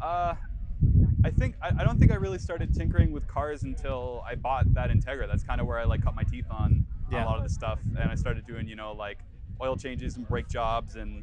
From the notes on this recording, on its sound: While at Fitted. A quick apology for the wind noise and fluctuating volume levels of this episode. I was working with a brand new rig, made a rookie mistake and didnt have proper wind covers for my lav mics.